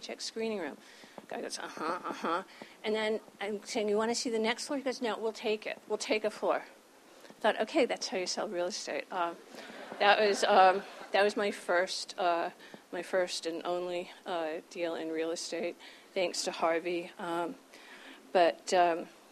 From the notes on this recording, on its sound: spoke to a packed house at the Tribeca Film Festival